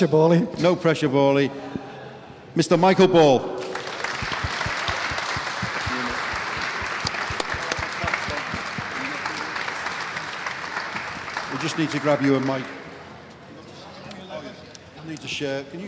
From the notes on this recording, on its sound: Special recording of our first-ever Royal Blue Live event that took place at the Baltic Market in Liverpool on Wednesday. A special recording of our first-ever Royal Blue Live event that took place at the Baltic Market in Liverpool.